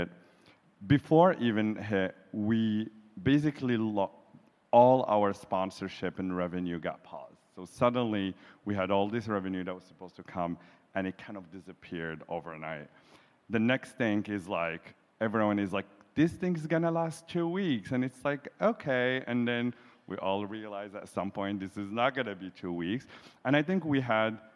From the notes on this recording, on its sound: In front of a LIVE audience during the closing remarks of the QueerTech Qonference held in Montreal, Canada.